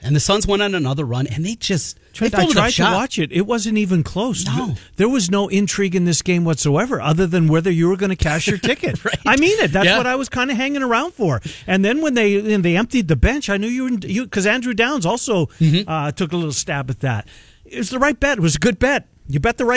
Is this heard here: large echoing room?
no